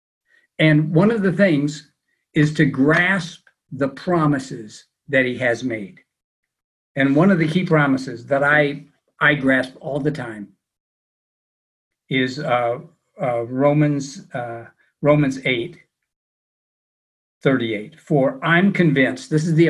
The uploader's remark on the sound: It's also our first teaching via Zoom during a time of social distancing.